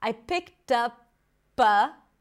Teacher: the P becomes the beginning of the next word, a lot. I picked up a lot of.